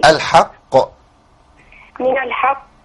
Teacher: من الحق مش قاء ما تفتحش الفم